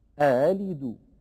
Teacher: هكذا نطق الهمزة المسهلة المفتوحة، فلا هي محققة أألد، ولا هي مبدلة هاء أهلد كما يفعل بعض من لا إتقان عنده.